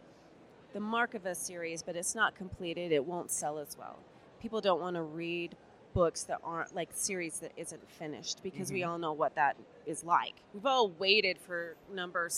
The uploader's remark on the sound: Author Interviews Live From FanX.